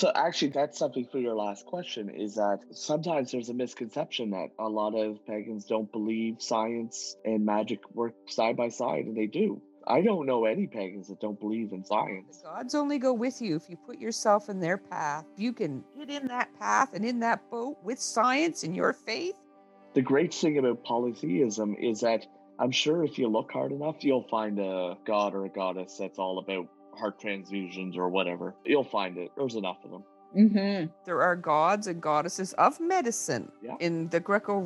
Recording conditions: video call